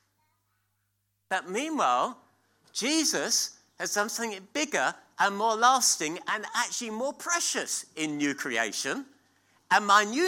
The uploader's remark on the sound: at King's Church, Cockermouth